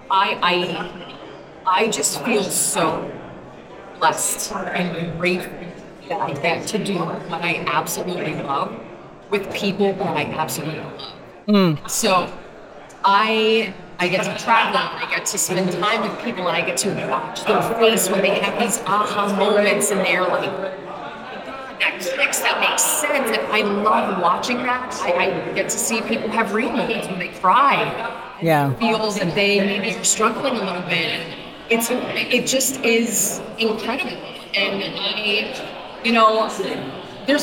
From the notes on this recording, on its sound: Live From the Salon Owners Summit 2024. Bonus episode was edited and mixed by Audio Z.